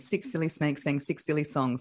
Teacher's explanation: My S is a little bit fat as well. Like it's a little bit lispy.